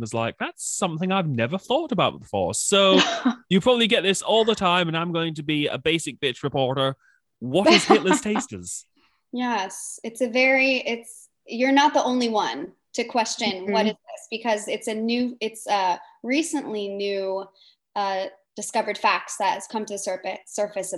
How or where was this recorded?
video call